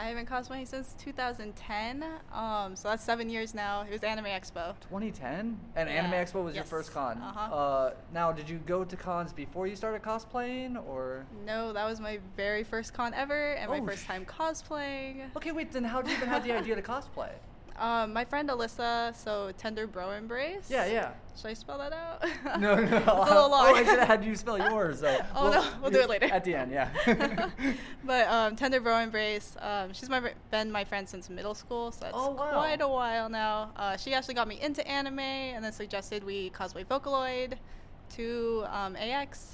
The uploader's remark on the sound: This is another interview episode on location at Anime Los Angeles 2018.